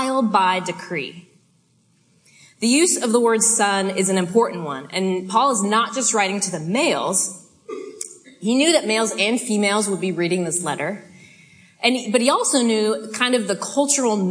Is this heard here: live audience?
yes